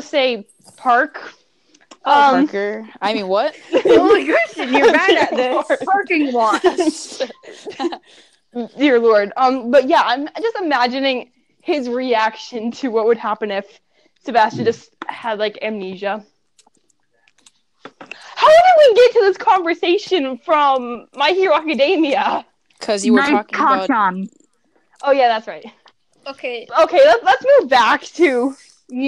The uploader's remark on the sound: HUGE EAR RAPE WARNING!!!! Sorry for crappy audio.